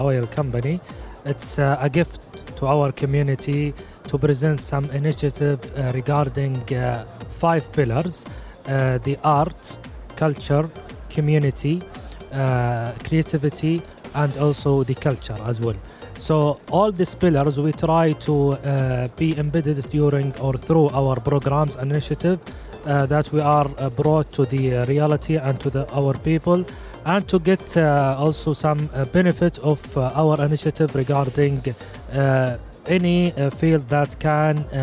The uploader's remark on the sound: Live at SIBF 2023.